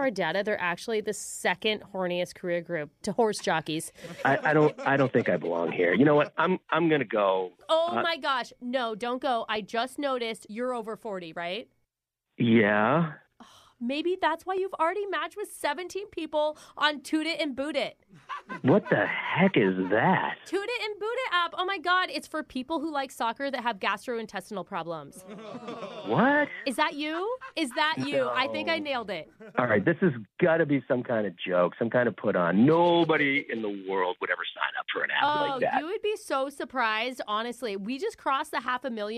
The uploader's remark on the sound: Phone Tap